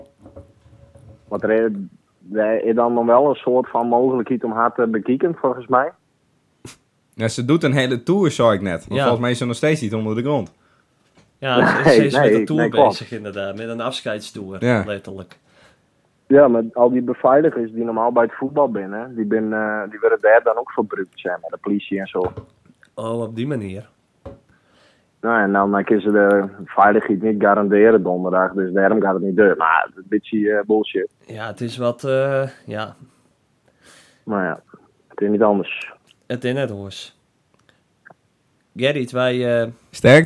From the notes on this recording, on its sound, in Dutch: We belle met ‘n goeie vriend die nag steeds niet weet of ie nou al of niet in de podcast zit.